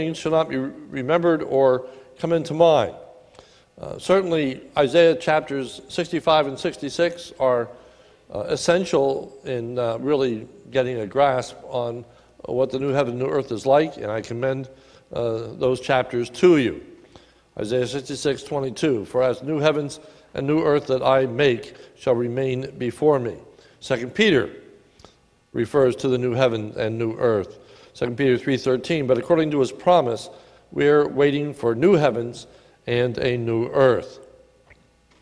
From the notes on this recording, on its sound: a sermon recorded at the Lebanon Bible Fellowship Church in Lebanon, Pa on 9/22/19 during the evening service